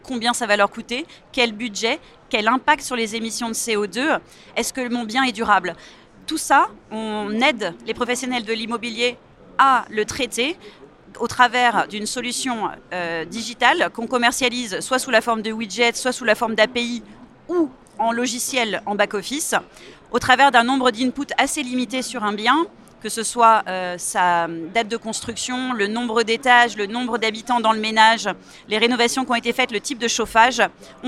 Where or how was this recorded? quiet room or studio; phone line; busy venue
busy venue